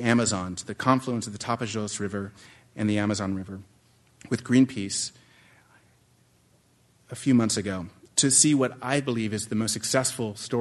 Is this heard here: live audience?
yes